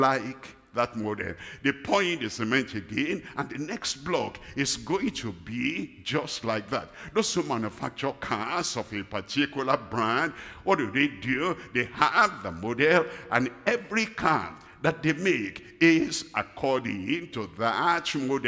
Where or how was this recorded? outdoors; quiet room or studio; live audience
live audience